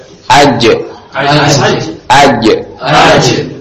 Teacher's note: Nah, ada pantulan ketika dia disukunkan ya. Aja aja, ada suara juga tertahan.